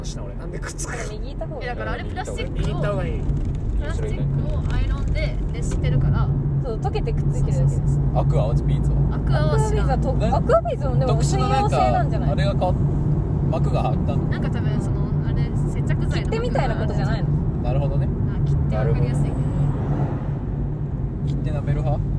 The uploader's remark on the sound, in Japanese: 立ち上げメンバードライブラジオ③ 〜江ノ島到着編〜。収録中は常時マスクを着用しております。車に乗るやいなや録音を始めた。途中で我慢できなくなって車内で音楽が響き始めたのはここだけの話。